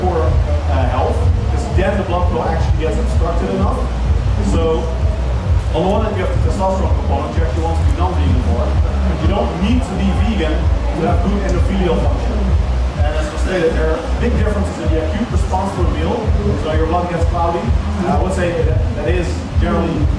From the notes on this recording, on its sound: Game Changers Panel Discussion - Connect Festival Goa, India - 2019. The audio to the panel discussion he was apart of at the Connect Festival in India in 2019.